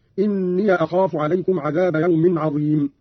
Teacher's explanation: قرأ قالون بفتح الياء من إني أخاف